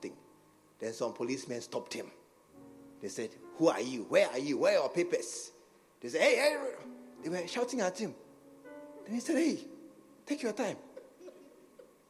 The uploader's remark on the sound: at the SAT Service, True Vine Cathedral, Bantama